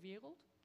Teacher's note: We just make sure that the R and the L are not very close together. We put a vowel in between, two syllables, you get wereld.